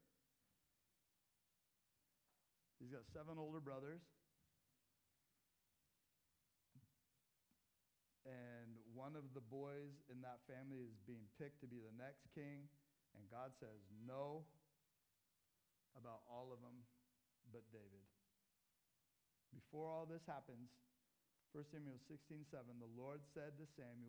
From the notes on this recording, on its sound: This sermon was preached at Crosswater Community Church in Sultan, WA